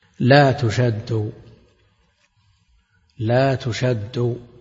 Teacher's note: الدال مشددة مضاعفة، والحرف المشدد عبارة عن حرفين، أولهما ساكن أصلها لا تشدد، لا تشدد، فإذا أدغم أحد المثلين بالآخر تركب من ذلك حرف مضاعف مشدد، والمشدد عبارة عن حرفين.